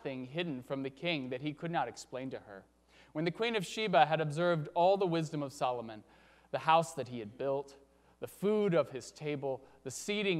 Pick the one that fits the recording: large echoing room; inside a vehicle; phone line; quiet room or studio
large echoing room